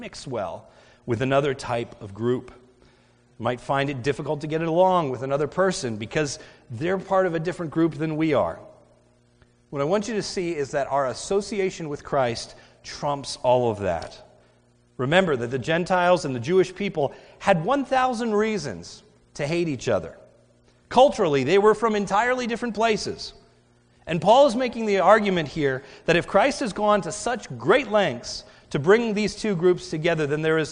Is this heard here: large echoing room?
yes